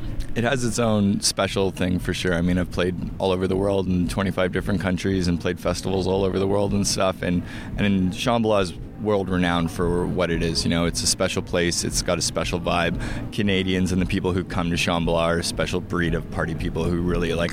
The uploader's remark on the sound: Shambhala 2018. Joins us backstage at The Village for an interview about his time and experiences at the festival.